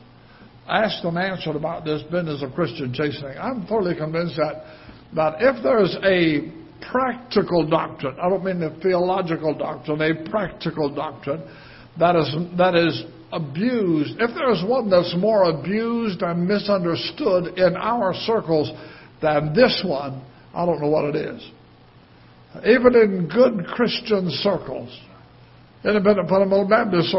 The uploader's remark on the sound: Ketha Heights Baptist Church ~ Live Broadcast